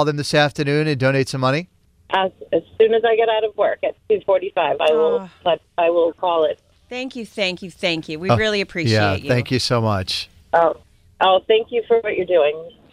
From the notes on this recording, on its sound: Listeners called in and pledged to help the afternoon show reach their goal of getting 250 toys donated on the air today!